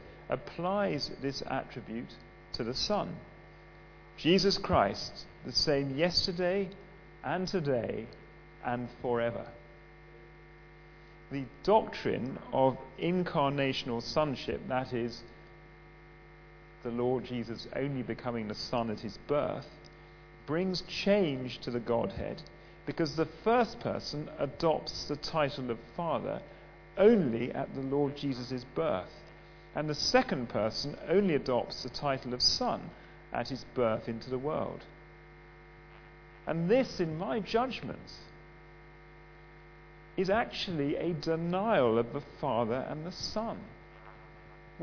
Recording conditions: live audience